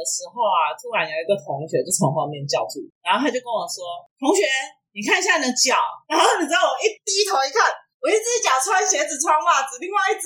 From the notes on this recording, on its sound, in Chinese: 收音糟,我知道,請忍耐,會改進~~~真心發現不能胡亂改錄音方式。